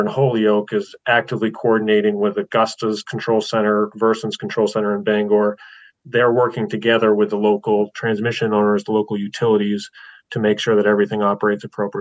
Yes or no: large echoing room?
no